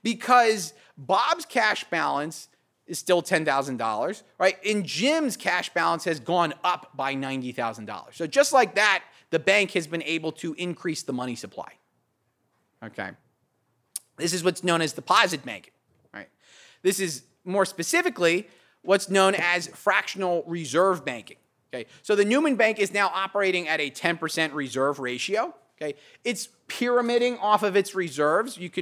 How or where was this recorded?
large echoing room